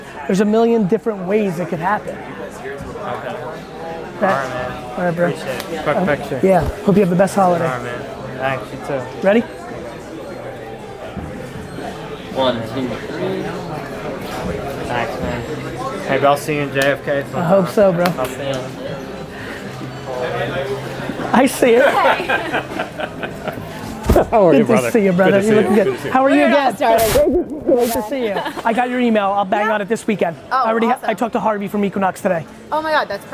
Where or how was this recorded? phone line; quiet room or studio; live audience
live audience